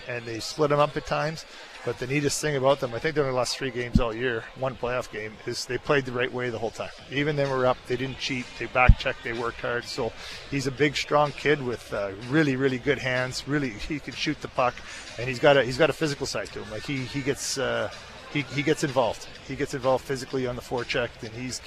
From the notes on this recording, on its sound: on the draft floor in Nashville